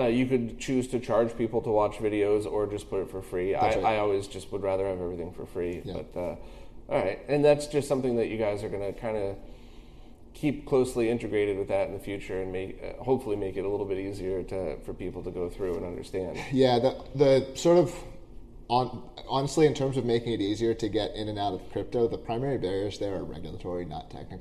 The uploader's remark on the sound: Sorry for the echo, but there's not much we could have done in that conference room!